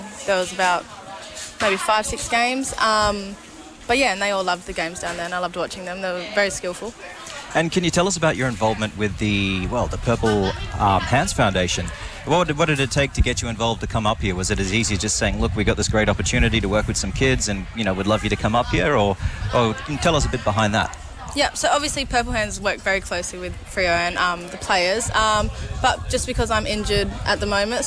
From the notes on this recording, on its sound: Outside Broadcasting from Cable Beach this morning for the Fremantle Dockers Purple Hands Foundation Footy Carnival!